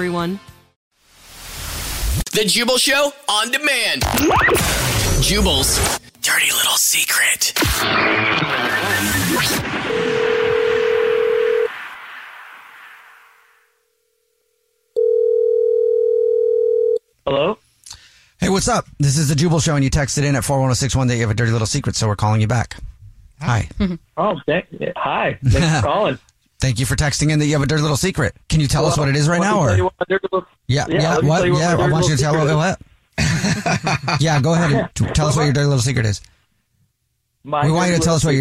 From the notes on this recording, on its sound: We have a listener on the phone